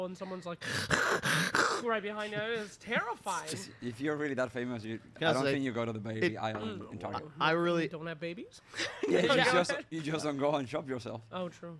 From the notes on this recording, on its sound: Live from Stockholm Major. The 2nd day of our live show in Stockholm, with more guests, more fans and a lot of chaos!